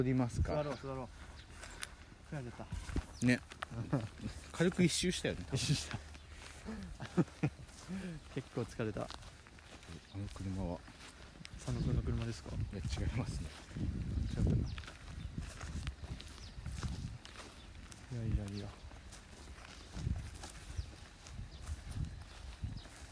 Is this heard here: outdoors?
yes